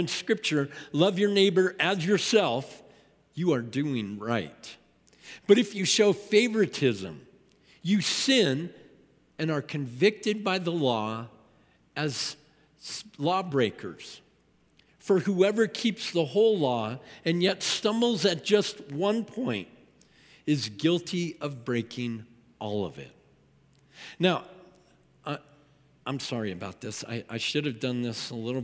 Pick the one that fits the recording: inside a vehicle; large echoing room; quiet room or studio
large echoing room